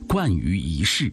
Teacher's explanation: 你心情愉快了，他也看起来愉快，穿行在云冈石窟，同学们仰望大佛，与佛像的微笑不期而遇，大家感受到中国古代精湛的造像技艺，美丽生动的造像，穿越一千多年的时光所传达出的艺术之美。正如魏书记载的那样，雕饰其伟，冠于一世。云冈石窟的造像充分显示了神灵之美，令人震撼。但把神的形象世俗化、人间化，这种艺术同样不容忽视。听众朋友，宋游中国最后要为大家出一个普通话语音测试题。片中出现了这样的一句话啊，雕饰其伟，冠于一世。你能找出这句话当中的一声和四声的字分别是哪些吗？我们一起来梳理一下。雕就是一声了，一世的一它也是一声，不过呢，它在这里做变调处理，读二声了